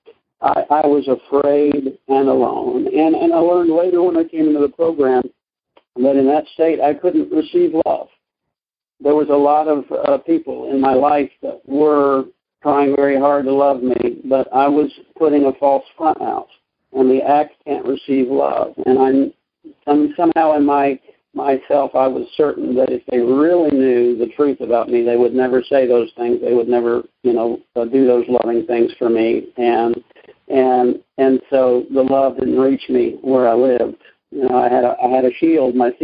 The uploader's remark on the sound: Monday Noon Phone Speakers Series